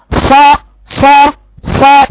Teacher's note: طب هقوله مفتوح ص ص ص، برضو صوت الصفير موجود فيه مع انها صاد مفتوحة